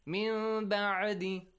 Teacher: instead of مِن بَعْدِ، you change it to a half kind of meme · Term: إقلاب